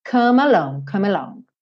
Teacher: o E do come não é pronunciado? Então, eu pego esse M e já junto com A.